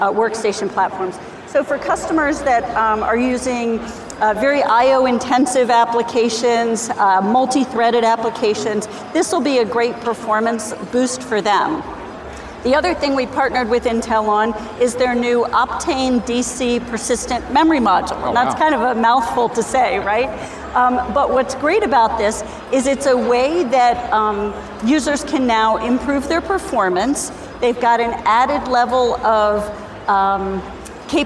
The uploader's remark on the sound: 2019 #NABShow Live. Broadcast Beat - Producer of NAB Show LIVE.